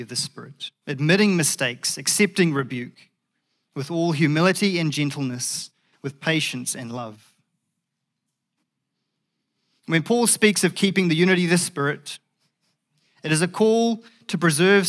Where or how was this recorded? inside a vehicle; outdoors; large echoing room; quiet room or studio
large echoing room